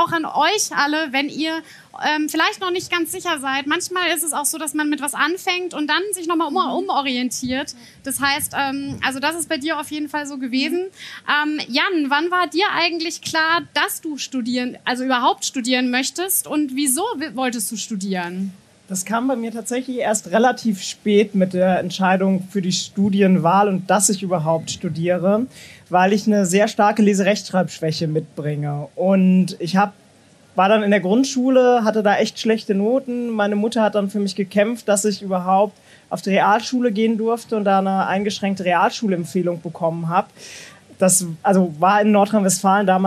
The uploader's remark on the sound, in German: LIVE in Mainz. In dieser LIVE-Aufzeichung vom Tag der offenen Uni in Mainz. Zentrum für audiovisuelle Produktion , Johannes Gutenberg-Universität Mainz.